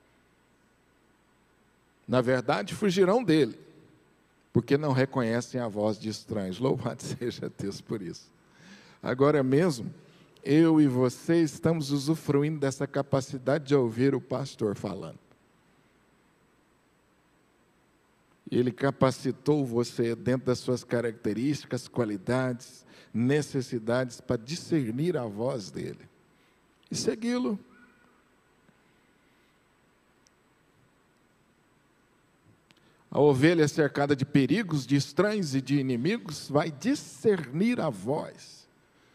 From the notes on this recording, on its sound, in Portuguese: Culto AO VIVO Igreja Presbiteriana da Penha